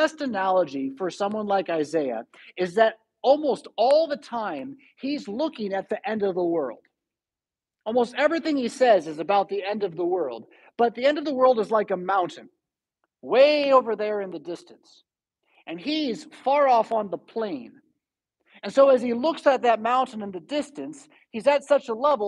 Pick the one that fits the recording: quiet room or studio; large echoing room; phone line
large echoing room